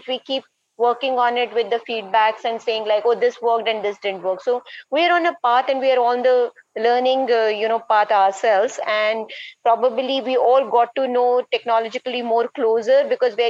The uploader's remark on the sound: Throughout this time, we’ve continued to meet with our partners every month over large Zoom calls. As one could expect from a live call with 13 participants from 13 different locations across the world, we had some sound issues, but we have done our best to correct them for this podcast.